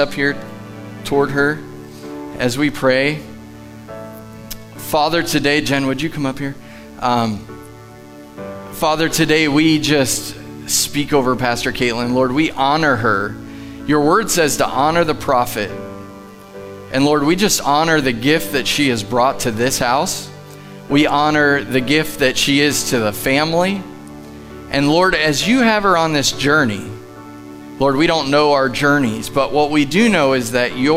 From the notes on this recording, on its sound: Live from The Summit Church in Dover, OH